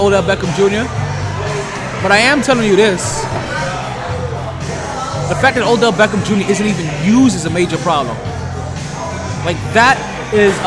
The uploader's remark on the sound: Live From The New Improved Sharkey's